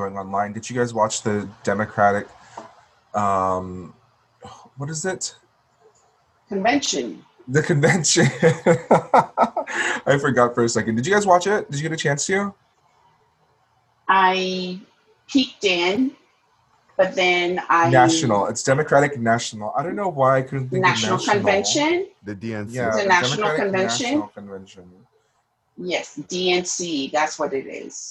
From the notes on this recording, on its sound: via zoom